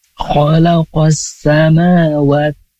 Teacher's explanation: Yang ma dua harokat, yang wa juga panjangnya dua harokat. · Term: mafobi